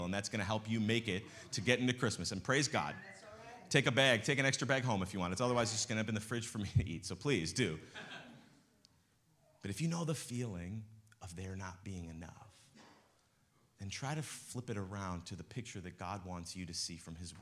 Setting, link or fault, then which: setting, large echoing room